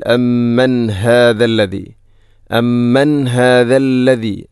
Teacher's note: ഇവിടെ അമ്മൻ ശേഷം ഹാ, ഹാഇൻ്റെ ശബ്ദം കൃത്യമായിരിക്കണം, തൊണ്ടയുടെ ഏറ്റവും അടിഭാഗം